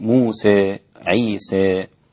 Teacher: موسى وعيسى بالإمالة عند الإمام حمزة والكسائي وخلف، وقللها ورش، وقللها أيضا الإمام أبو عمرو البصري، موسى عيسى